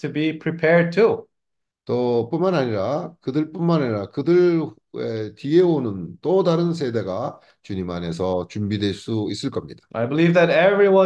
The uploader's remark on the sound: zoom meeting